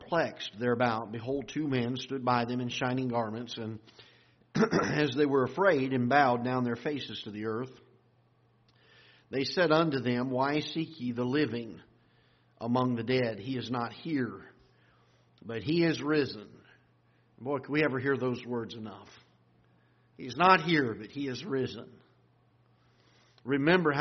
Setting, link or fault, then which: setting, large echoing room